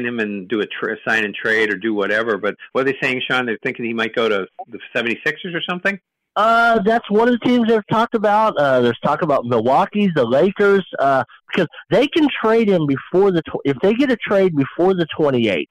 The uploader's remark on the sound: We talk all things sports and take your live calls and questions.